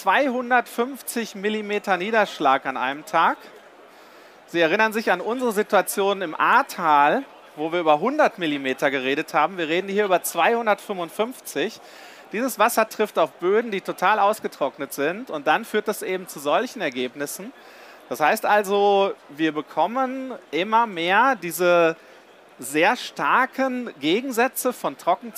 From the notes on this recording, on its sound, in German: live von der GaLaBau Messe 2022.